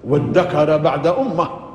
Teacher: وادكر بعد أمة بالدال المشددة وليس بالذال